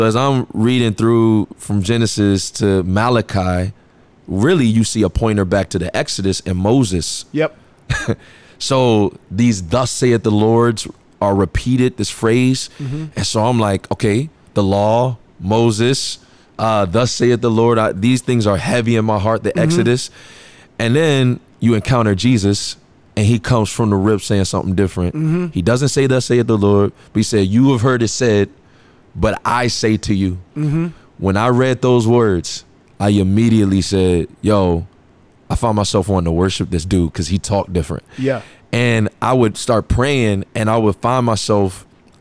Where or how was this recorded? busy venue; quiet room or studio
busy venue